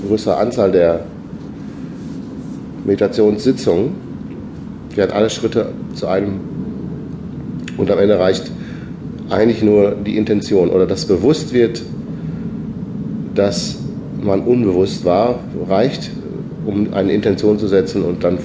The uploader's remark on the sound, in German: Direkt aus dem Schloss Innenhof